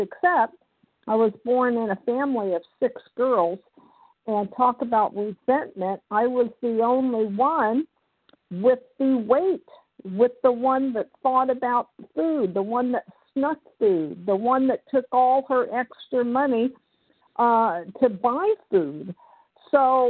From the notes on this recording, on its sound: from the 100 Pounders Phone Meeting, 5/10/23